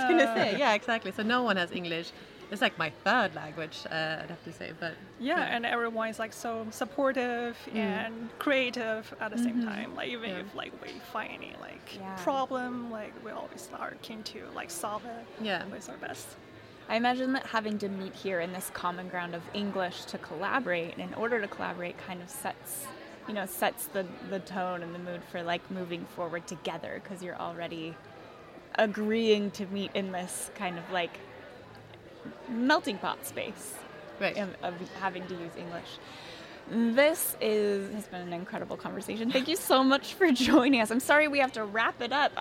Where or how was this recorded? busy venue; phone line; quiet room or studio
busy venue